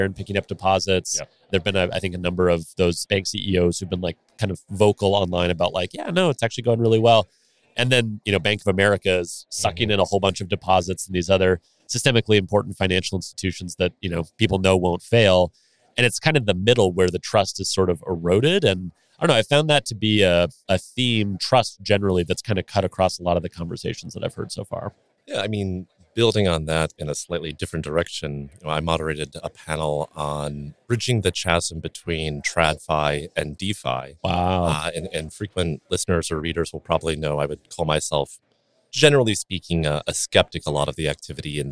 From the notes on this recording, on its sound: Live From the Fintech Meetup in Las Vegas. At the Fintech Meetup conference, live from Vegas.